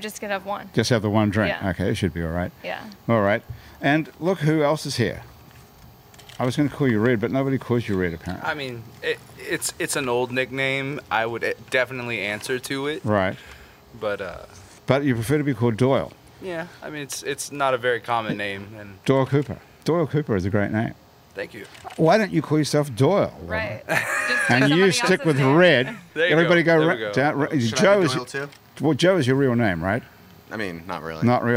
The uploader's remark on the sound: Now thousands of people are crammed into the club while our small crew gets to hang out in the sunny outdoors in the courtyard.